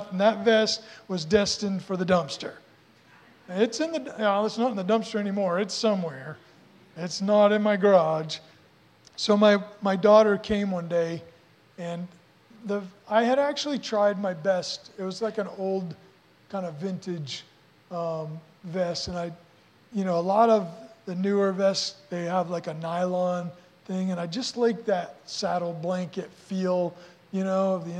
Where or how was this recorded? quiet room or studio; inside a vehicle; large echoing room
large echoing room